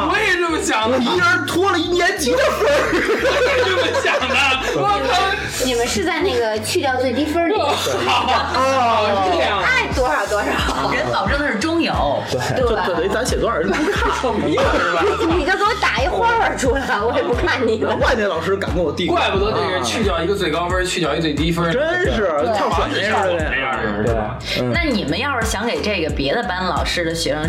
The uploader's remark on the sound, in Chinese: 让我们翻箱倒柜找出了压箱底的一期节目（之前录的）。音质欠佳 大家见谅。